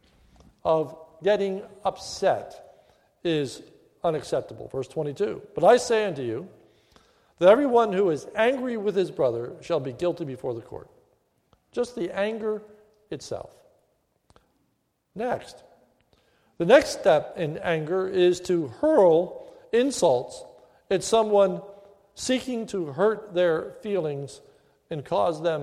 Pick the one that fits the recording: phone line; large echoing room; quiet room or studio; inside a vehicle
large echoing room